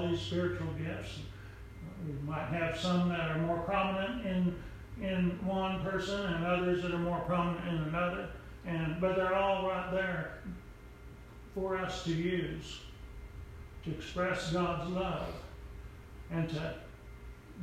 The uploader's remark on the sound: Preached at Briensburg UMC